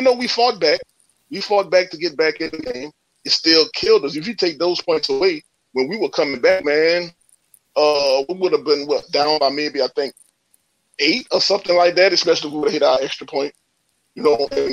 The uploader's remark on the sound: we open up the phone lines for family to chime in with post game reaction